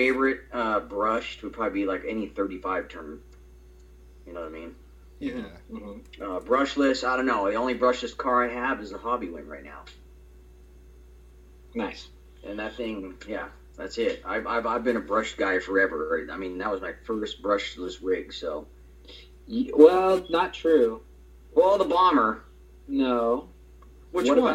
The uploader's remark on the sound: We apologize for the audio quality, as we are still getting things ironed out for guests.